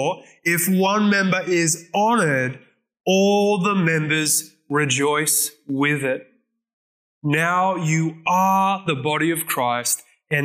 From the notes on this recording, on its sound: This message was recorded at Zion Church Gold Coast on Sunday 18th September 2022.